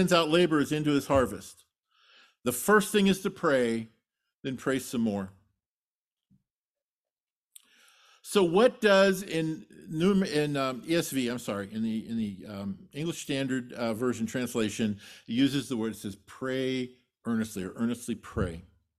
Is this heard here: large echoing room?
yes